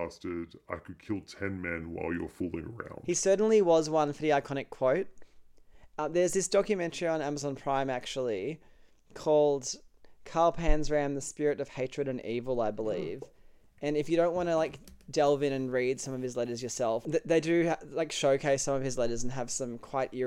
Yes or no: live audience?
no